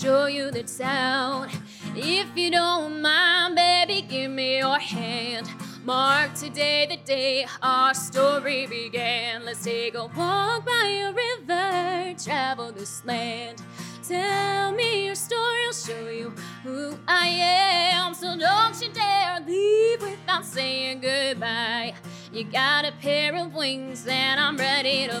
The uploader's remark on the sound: This episode was recorded live at The General Wine & Brew in Seagrove, NC.